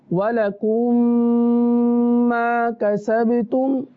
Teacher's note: یعنی غنہ اس طرح کریں کہ ایک الف تک ناک میں آواز جاری رہے